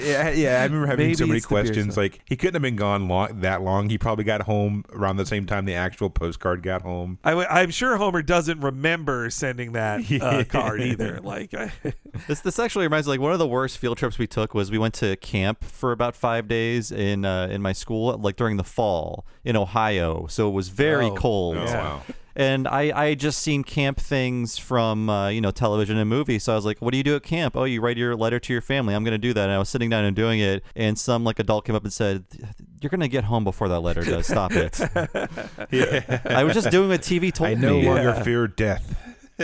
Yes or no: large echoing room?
no